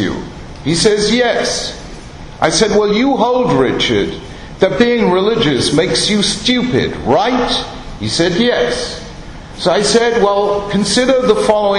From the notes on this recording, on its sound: Ruth B. Wildes Memorial Lecture 2012. Wildes Memorial Lecture on 1st December 2012 at Yeshiva University.